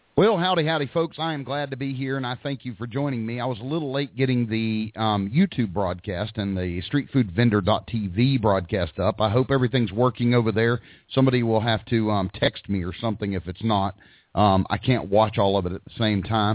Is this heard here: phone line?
yes